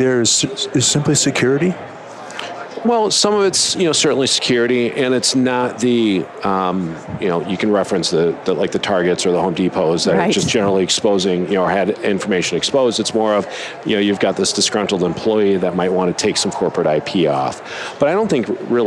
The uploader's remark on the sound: LIVE from Las Vegas, at #HRTechConf